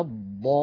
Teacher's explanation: الضاد مفخمة فالألف تبعتها في التفخيم